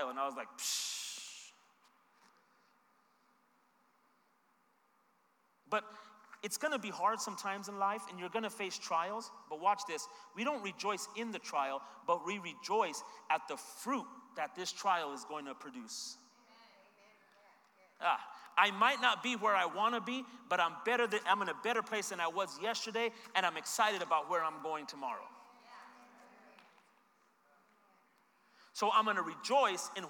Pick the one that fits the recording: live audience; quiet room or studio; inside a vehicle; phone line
live audience